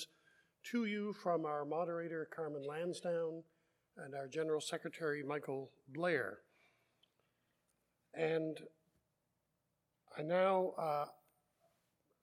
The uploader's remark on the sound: Live Worship Service.